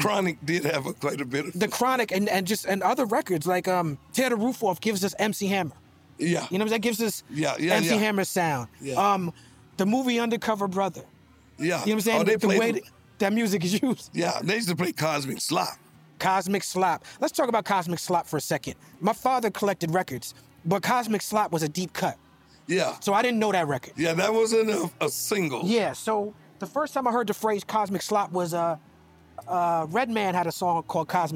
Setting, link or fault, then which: setting, busy venue